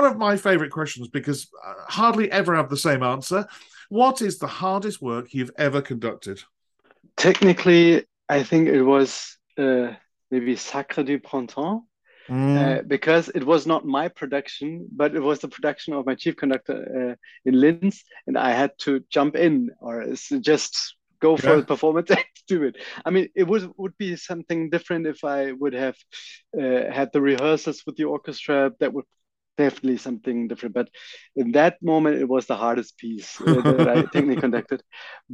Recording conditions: video call